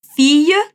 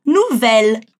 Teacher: Enquanto FIA a gente pronuncia como se fosse um I comprido, no VEL a gente precisa pronunciar os L's